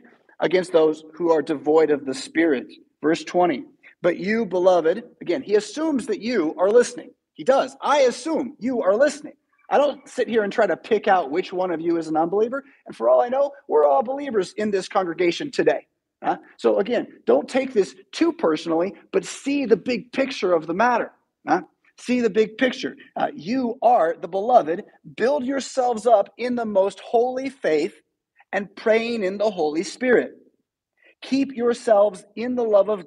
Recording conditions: large echoing room